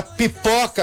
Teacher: vem a pipoca que explode, a consoante bilabial